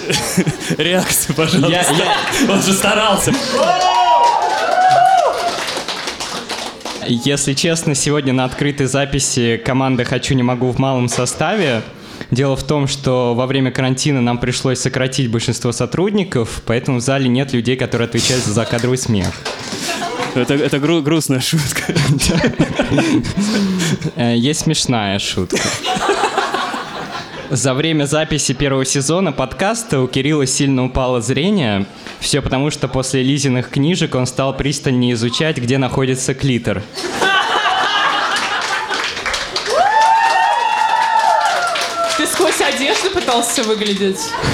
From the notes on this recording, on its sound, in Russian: Лайв-запись подкаста. Выкладываем нашу открытую запись.